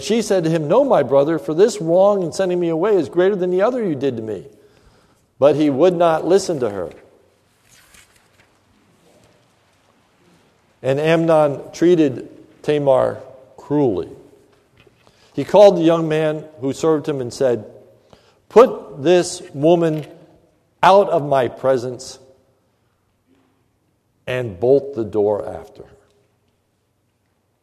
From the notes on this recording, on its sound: This is a sermon recorded at the Lebanon Bible Fellowship Church in Lebanon, PA on May 24, 2015 during the evening service